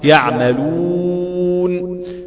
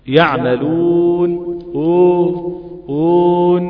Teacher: انما حرف الواو يحتاج آلية معينة من استدارة الشفتين واستدارة كاملة · Shown in: first take · واقول لك شفافك يبقى شبه الخاتم عشان الحرف يخرج بشكل كامل.